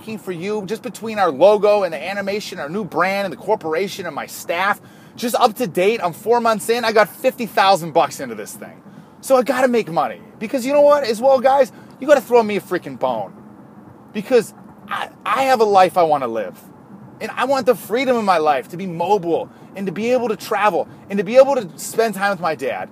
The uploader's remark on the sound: This was recorded on my iPhone in the backwoods of Wisconsin.